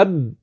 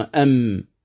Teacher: هذا حرف الميم، حرف الميم من الشفتين معا مع انطباق مع وهي أقل انطباقا من الباء، قلنا أب ثم أم أقل انطباق، هذا إذا كانت مظهرة.